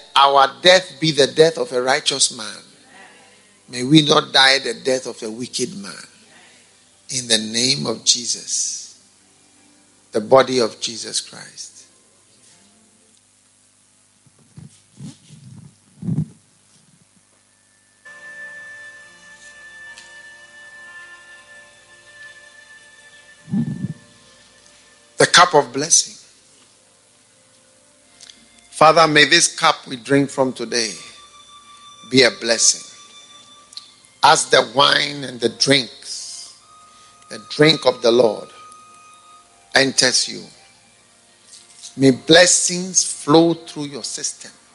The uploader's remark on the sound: Preached at the Spiritual Encounter Service